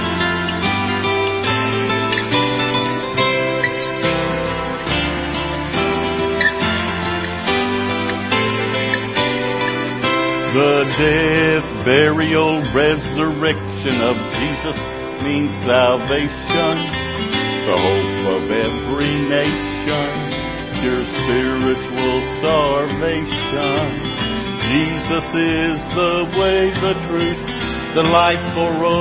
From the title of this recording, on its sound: Ketha Heights Baptist Church ~ Live Broadcast